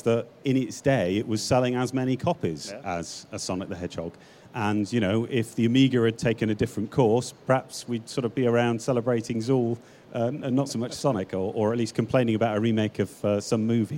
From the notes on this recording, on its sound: Panels recorded live at PLAY Expo Manchester.